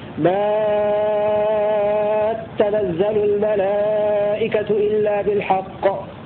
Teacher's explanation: والبزي له تشديد التاء مع المد المشبع في الألف قبلها وصلا